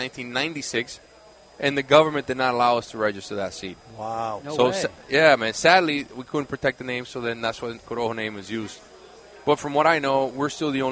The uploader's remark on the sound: Two Guys Smoke Shop 28th Anniversary PARTY! Live from an undisclosed location, it's Two guys Smoke Shop's 28th Anniversary...